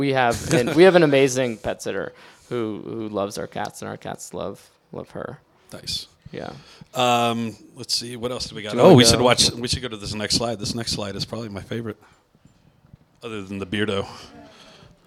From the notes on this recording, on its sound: Live at Tattered Cover. Live from Denver's Tattered Cover bookstore. Release party and Q&A.